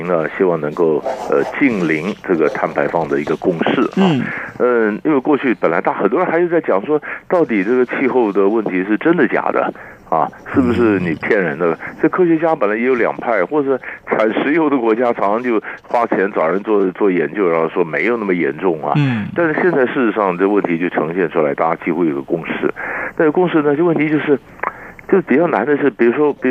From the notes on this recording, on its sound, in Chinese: 連線訪問